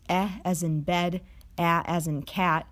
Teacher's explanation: the low vowels, where the tongue is positioned far away from the roof of the mouth